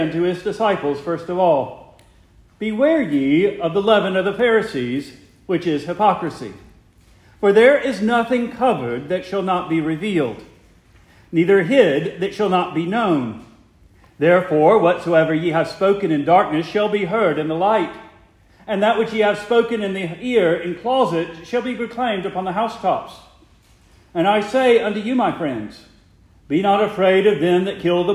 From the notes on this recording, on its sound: Preached the morning of June 25, 2023, to the Heidelberg Presbyterian Church in Heidelberg, Mississippi.